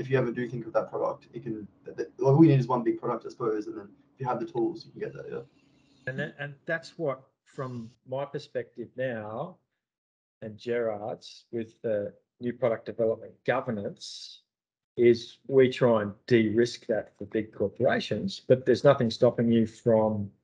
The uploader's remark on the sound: Apologies for the lack of audio and video quality, there was an issue with the recording of this podcast.